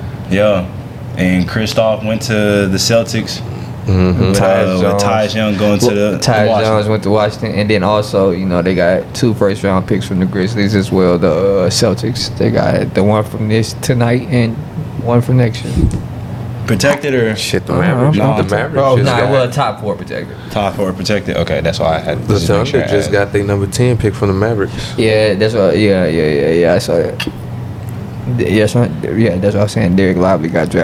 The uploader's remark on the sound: Live from the NBA DRAFT